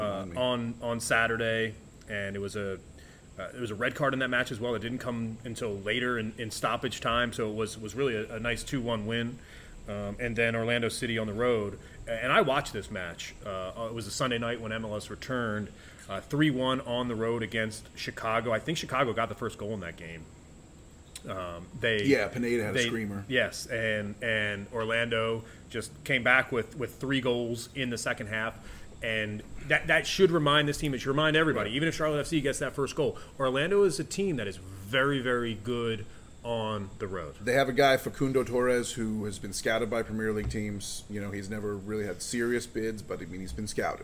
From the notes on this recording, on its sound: an episode recorded in the heart of Charlotte's iconic Freedom Park.